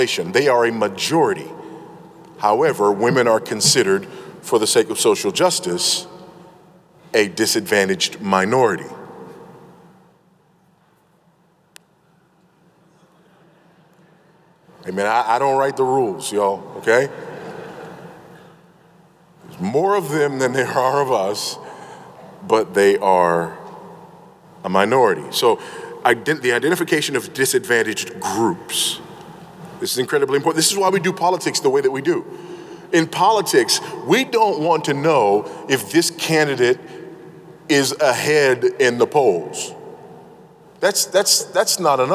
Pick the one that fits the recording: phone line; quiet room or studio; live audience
live audience